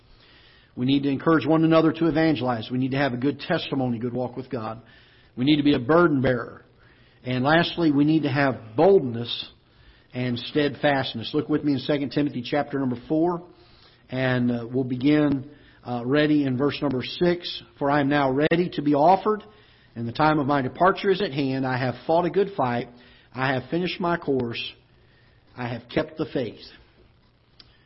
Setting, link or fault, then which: setting, large echoing room